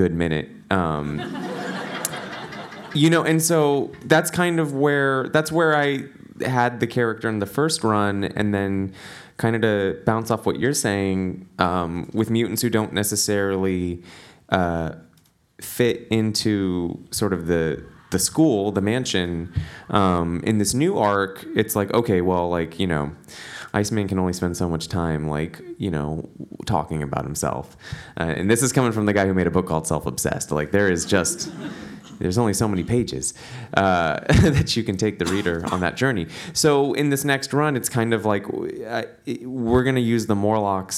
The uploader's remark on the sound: Live from FlameCon